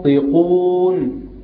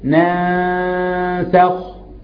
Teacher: الغنة في الحالة الأولى تحس انها مفخمه. والغنه في ناسخ في غنه اهي لكنها رقيقه، دي بتعتمد على الحرف الذي يليها، فاذا جاء بعدها حرف تفخيم بنفخم، واذا جاء بعدها حرف ترقيق بنرقق.